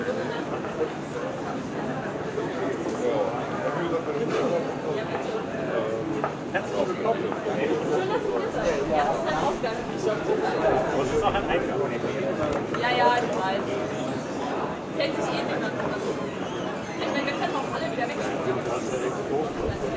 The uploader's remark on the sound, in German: 32C3. Im Dezember war Congress! Ich hatte den Recorder dabei und wollte für die Lautsphäre ein paar Congress-typische Klänge und Geräusche einfangen. Es gibt viele Menschen, Maschinen und Musik zu hören.